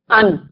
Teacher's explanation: जबान की नोक सिनाया उलिया की जड़ और ऊपर के तालू से लगती है, ये भी लाम के मखरज से बहुत करीब है · Term: नून